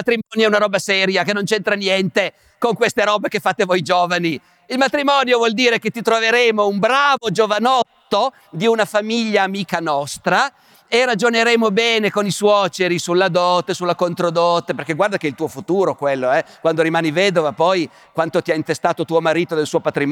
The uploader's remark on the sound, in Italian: Puntata speciale live. Dal Grattacielo di Intesa Sanpaolo, live.